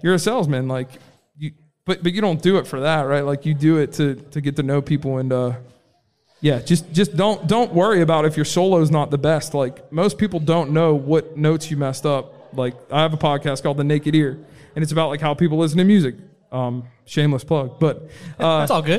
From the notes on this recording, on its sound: Live from the Love Local Courtyard Concert Series. We've got a new micro-cast from the Love Local Courtyard Concert Series!